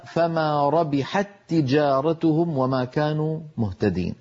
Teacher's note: التقى في اللفظ تاءان، فالأولى ساكنة والثانية متحركة فأدغمنا التاء في التاء · Term: الإدغام